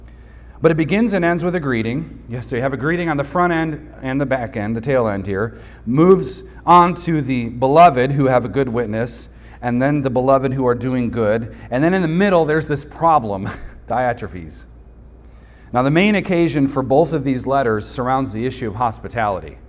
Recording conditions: large echoing room